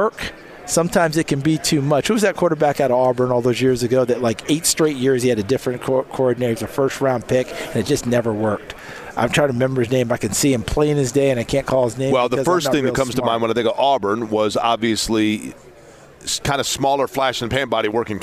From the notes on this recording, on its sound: live from radio row at the NFL Combine